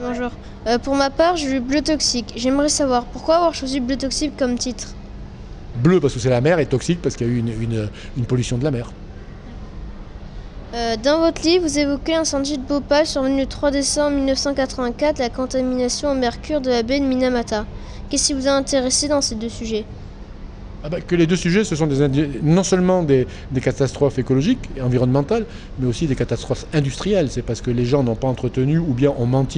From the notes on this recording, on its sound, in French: Dans le cadre du Festival du Livre Grains de Sel à Aubagne, Radio Sarraute a rencontré l'auteur